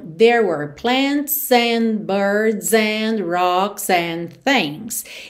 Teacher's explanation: E o D das palavras and não é pronunciado mesmo · Aqui é bem interessante você reparar como o S desses plurais vai ligando na próxima palavra